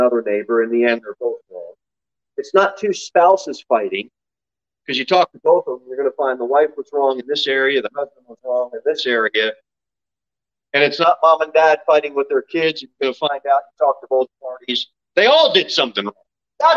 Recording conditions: large echoing room